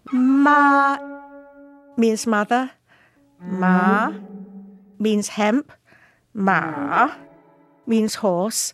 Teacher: For example, Mandarin has four tones, and the word ma in Mandarin means mother in the first tone, hemp in the second tone, horse in the third tone, and a reproach in the fourth tone